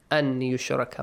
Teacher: The correct reading is this way. I just omitted the noon.